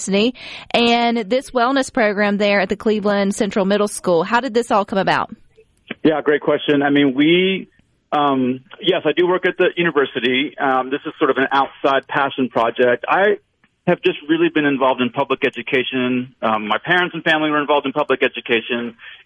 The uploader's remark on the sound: joins the conversation by phone